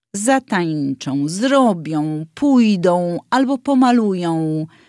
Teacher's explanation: Postarajmy się o tę pełną nosowość ą na końcu wyrazu.